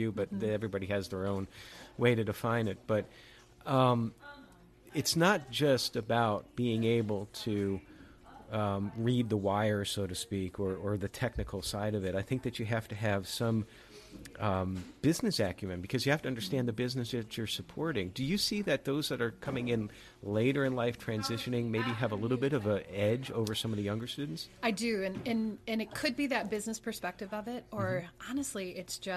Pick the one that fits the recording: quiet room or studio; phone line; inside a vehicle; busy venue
busy venue